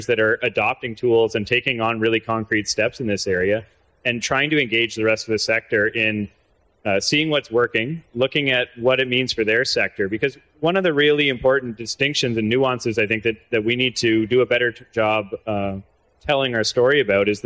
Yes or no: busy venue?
yes